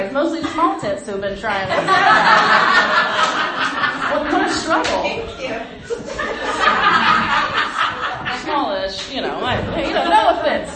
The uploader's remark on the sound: Just thought I’d share a fun little open mic recording I stumbled across on my phone.